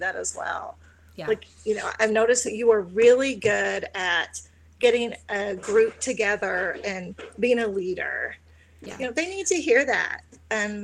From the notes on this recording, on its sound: This episode was recorded remotely, so some sound distortion is to be expected.